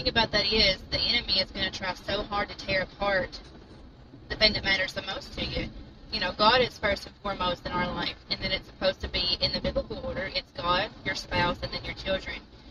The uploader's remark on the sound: Sorry for the road noise but GOD put it on us to start this. We went with it and followed no plan.